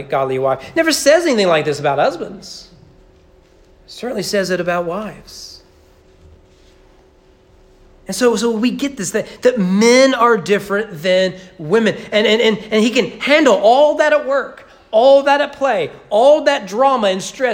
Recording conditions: large echoing room